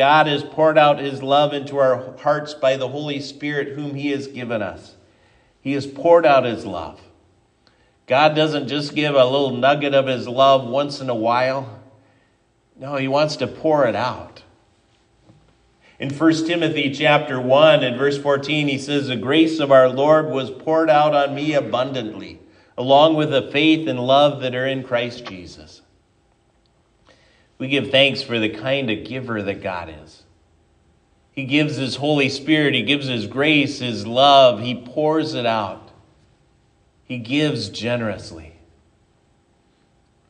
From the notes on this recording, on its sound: Given at Triumph Lutheran Church, Ferndale, Washington